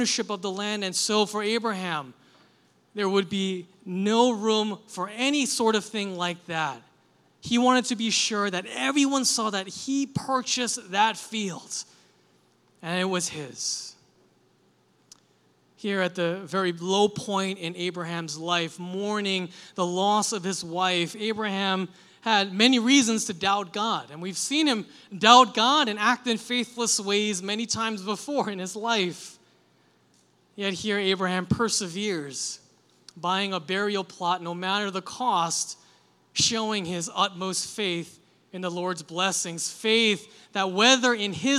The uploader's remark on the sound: Delivered this sermon for our July 30, 2023, Sunday worship service. This service was a "Liberti Kids" Sunday and included a short kid-friendly sermon.